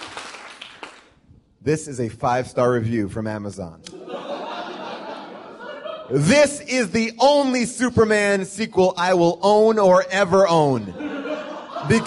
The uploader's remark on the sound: Live from Largo at the Coronet in Los Angeles.